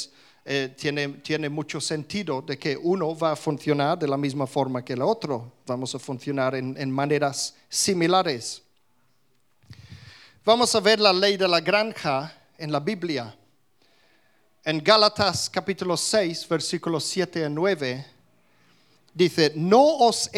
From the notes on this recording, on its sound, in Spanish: Grabado en directo en la Comunidad Cristiana de Vilafranca, Mallorca, España.